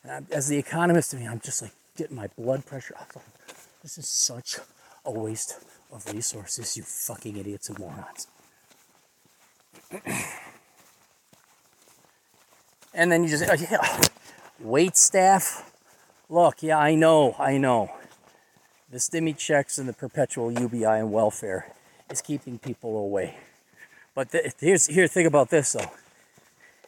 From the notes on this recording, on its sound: a recording from a long hike in the middle of nowhere South Dakota